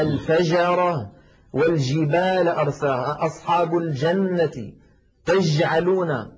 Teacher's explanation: أما إذا قلنا الفجرة والجبال أرساها أصحاب الجنة تجعلون، هذه جيم عامية وليست فصيحة، مخرجها صحيح ولكن فاتها صفة من صفات الجيم الفصيحة وهي انحباس الصوت أي صفة الشدة